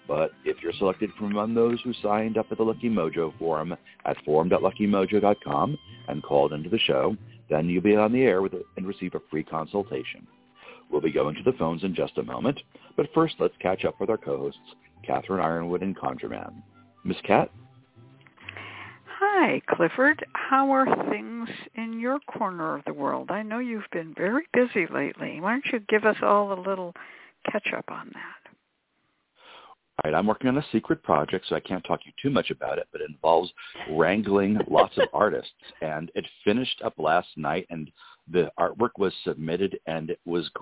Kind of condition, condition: link, phone line